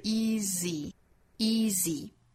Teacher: 第一个是长音，第二个音呢，也就是尾部字母 y 所代表的这个元音呢，它的口型其实是一样的紧张度，只不过时长稍短